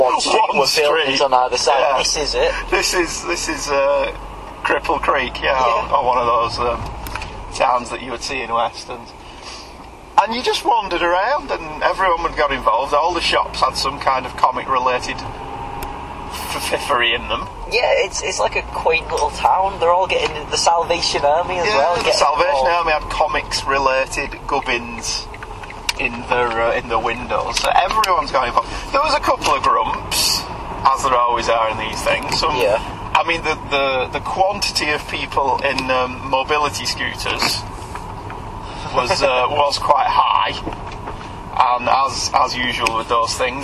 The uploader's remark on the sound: Both recently attended the Lakes International Comics Art Festival and here are their thoughts captured on the drive to and from the event. As this was recorded careening down a motorway, the audio is a bit ropey.